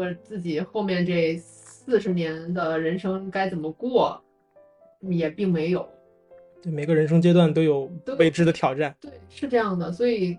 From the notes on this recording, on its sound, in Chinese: 第一次尝试线下录制，经验不足，效果欠佳，敬请原谅～（下次注意）